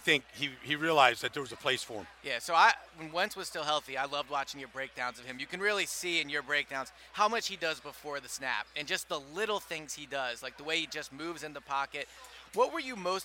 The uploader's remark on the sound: Recorded from Radio Row at Super Bowl 52